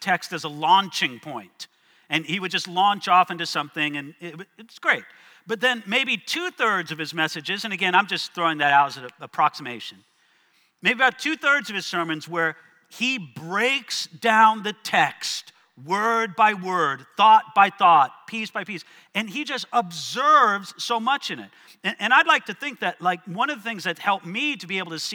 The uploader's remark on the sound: One of our breakouts from the 2023 South Florida Young Adults Conference